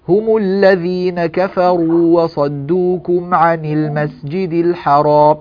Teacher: نجد أن الأنف يعمل في حرف الميم حرف النون · Term: الغنة